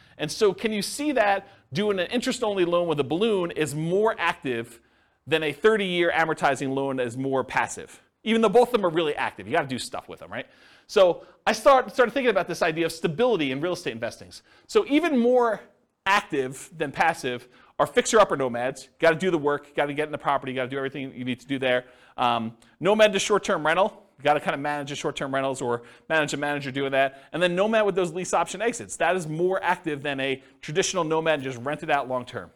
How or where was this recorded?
live audience